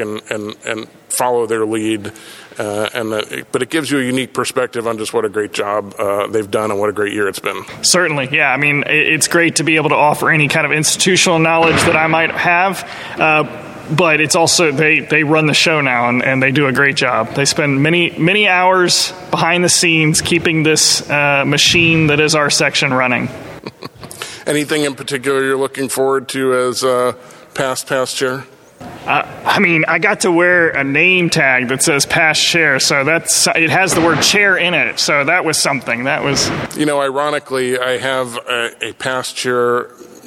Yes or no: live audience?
yes